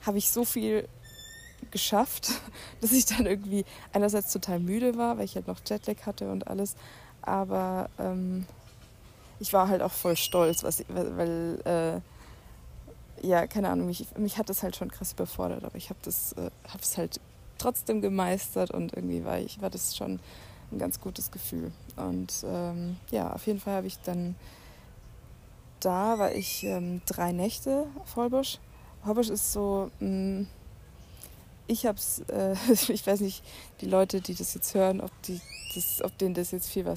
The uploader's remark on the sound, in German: Fast live aus der Hängematte im Hostelgarten